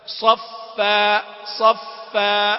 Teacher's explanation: وتبين مشددة مع اعتدال الهواء الخارج معها كما في التنبيه الأول.